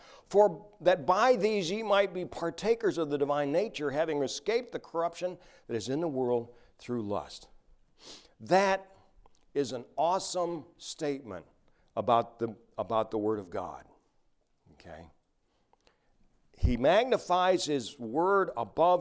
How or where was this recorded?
large echoing room